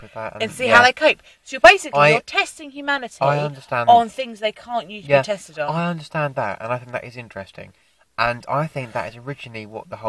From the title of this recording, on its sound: in my car